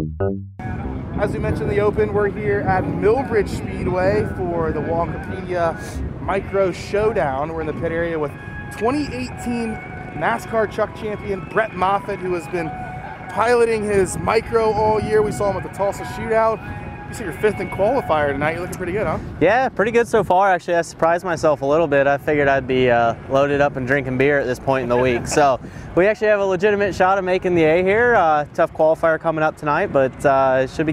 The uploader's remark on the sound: Live from Millbridge Speedway ahead of a $10,000 to win micro race in Charlotte.